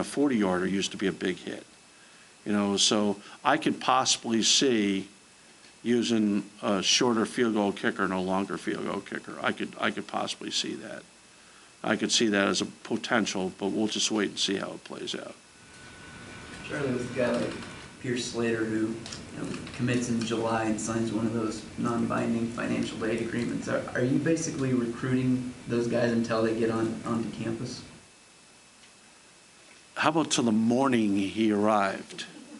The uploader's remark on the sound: Press Conferences & Post-Game Interviews